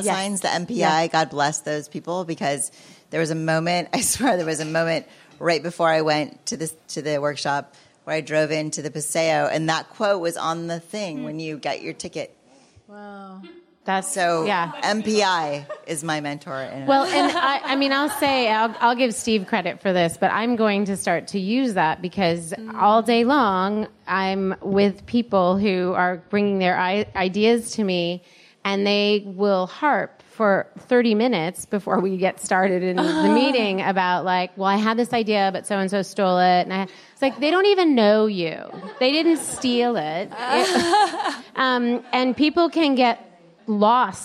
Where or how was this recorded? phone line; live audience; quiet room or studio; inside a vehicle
live audience